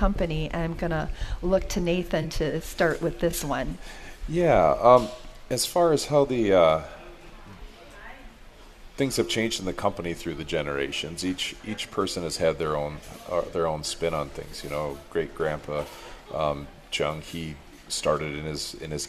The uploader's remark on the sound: Live At Jung Garden Center